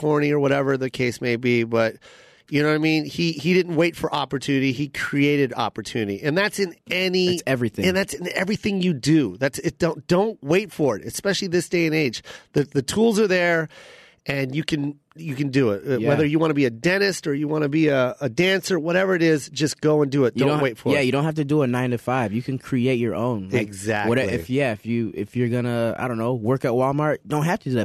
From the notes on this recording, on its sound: They also take a few phone calls.